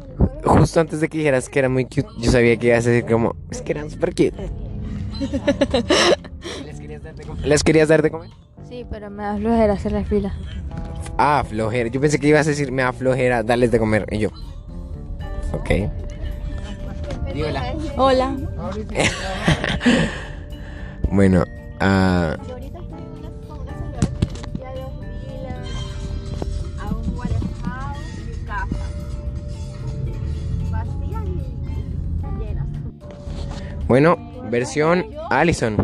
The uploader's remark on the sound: Mi familia y yo acompañados de la mejor amiga de mi hermana vamos al zoo y en camino a casa en el auto grabamos este cool y gracioso podcast.